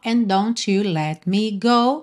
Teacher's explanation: and com don't, você junta num D só.